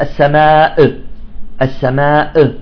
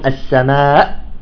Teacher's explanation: تحبس الهمزة في الحلق، تغلق مباشرة الوترين الصوتيين · Shown in: second take · Term: نحبسها في الحلق